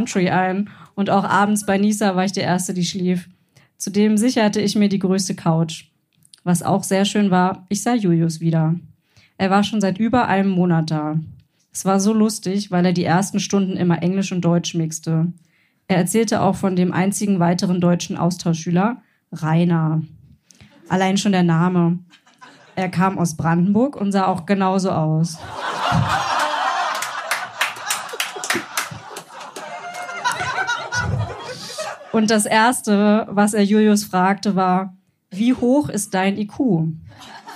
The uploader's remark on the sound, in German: Beiträge von unserer Show vom 23.04.2023 im Berliner Monarch. Unser tolles Publikum.